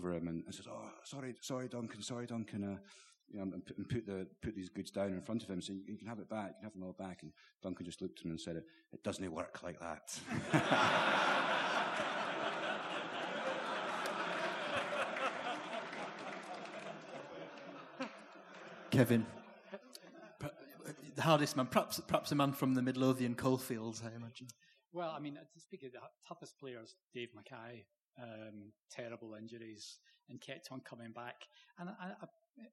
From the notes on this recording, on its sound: The Blizzard Live in Edinburgh. The second half of the Blizzard's live Q&A event held at the WS Society in Edinburgh on 19th May. The panel took questions from the audience.